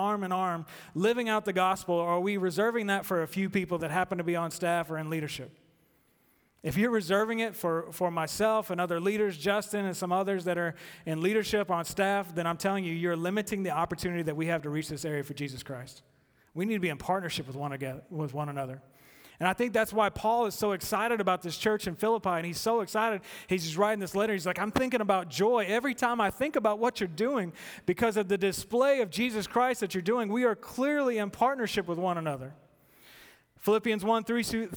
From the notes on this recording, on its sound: At The Fellowship at Two Rivers. Recorded live on August 4, 2019.